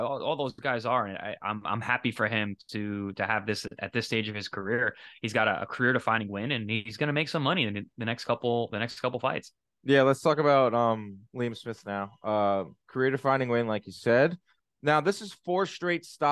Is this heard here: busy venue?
no